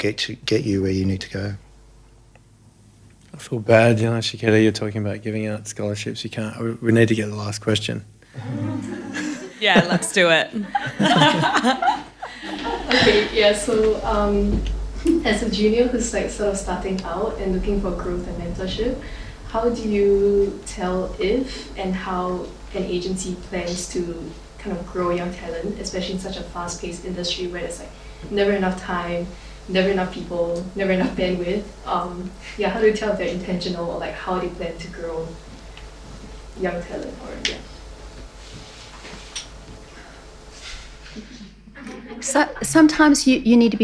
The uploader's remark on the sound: Part 2 of our live panel.